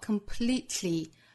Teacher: 一种呢是舌边爆破 completely,爆破音和舌侧音同时发出 tl,舌边爆破来 completely,如果大家觉得这种发音比较难的话呢，也可以把 t 的发音在喉咙位置憋掉 completely,这样的发音也是可以的，我们听到原声其实是用喉塞音的发音方法发出的 completely。最后的 invisible 也要注意字母 s 对应的是浊音 invisible 或 invisible,也就是 s 后面的字母 i 可以读成 i,也可以读成刷